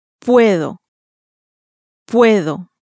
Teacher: with the emphasis placed clearly on the penultimate syllable, the next to last syllable, which here also happens to be the first